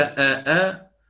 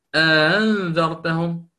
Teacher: أن تنطق عفوا بالهمزة بينها وبين حرف المد المجانس لحركتها · Shown in: second take · وهو الذي يطلق عليه التسهيل بين بين، يسمونه التسهيل بين بين.